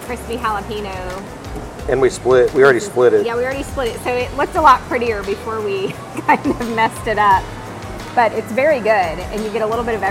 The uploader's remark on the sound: Silver Dollar City Bluegrass Festival OPENING DAY! We take you on a tour through opening day of the Bluegrass and BBQ Festival as we sample some amazing food with the tasting passport.